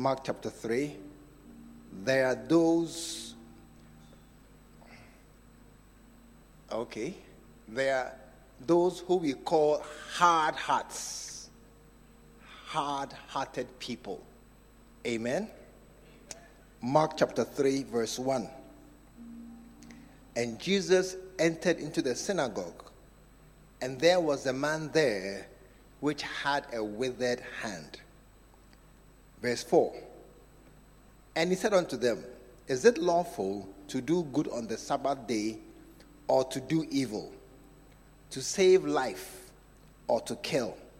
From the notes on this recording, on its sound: Preached at the True Vine Cathedral. Bantama.